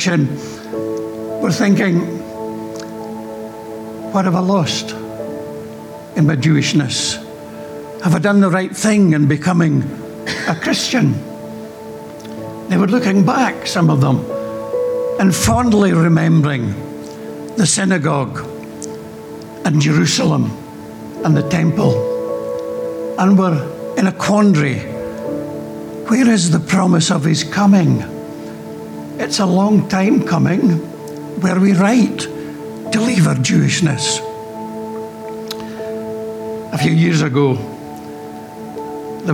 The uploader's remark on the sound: Recorded during our Good Friday morning reflection service.